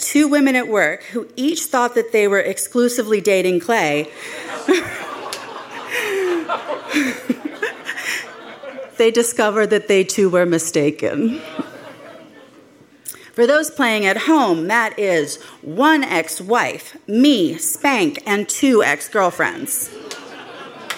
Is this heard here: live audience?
yes